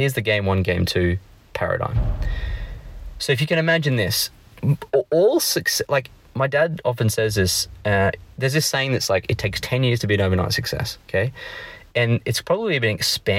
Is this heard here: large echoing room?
no